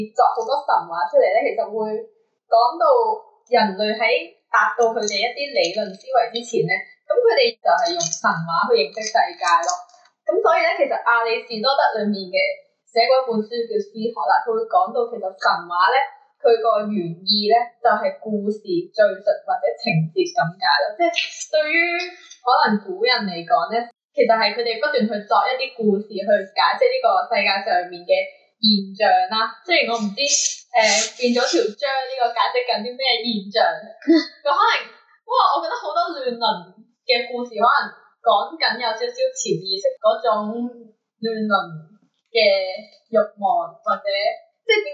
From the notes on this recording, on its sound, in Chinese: 唔好意思，今集因為技術問題收音比較差，請大家見諒！下次一定會check好啲器材先！